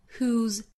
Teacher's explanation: who 后面接的这个撇 s 啊读成浊辅音的 z